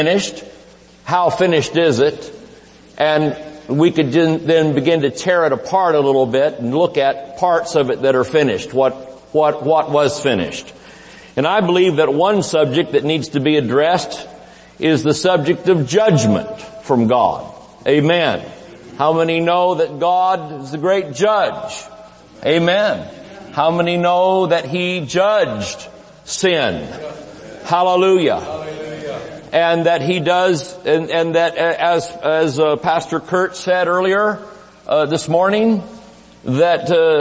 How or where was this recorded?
large echoing room